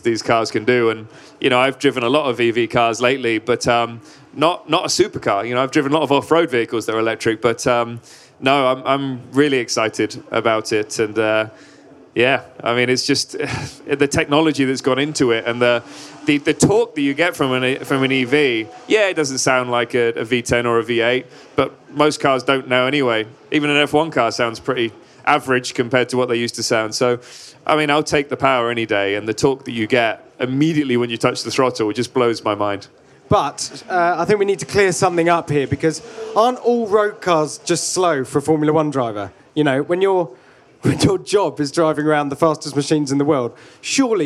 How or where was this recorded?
live audience